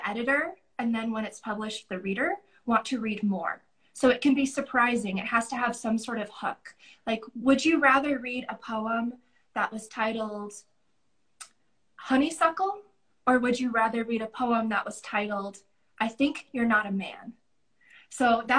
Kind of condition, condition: link, video call